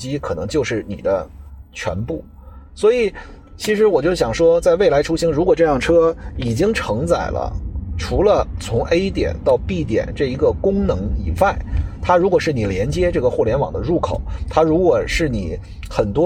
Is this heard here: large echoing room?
no